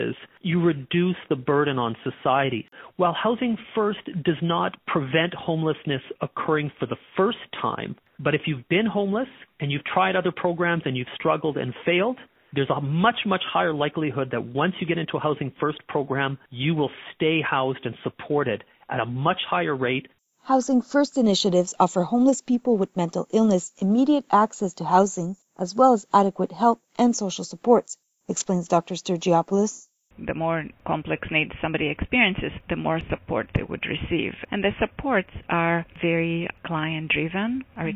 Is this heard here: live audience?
no